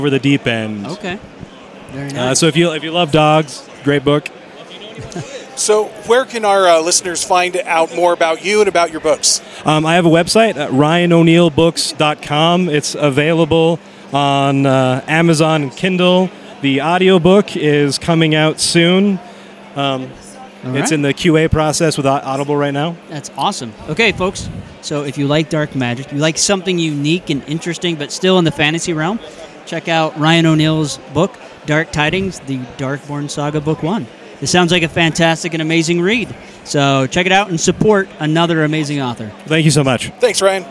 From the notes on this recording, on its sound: Live from DragonSteel 2023. Author Interviews LiveFrom DragonSteel 2023.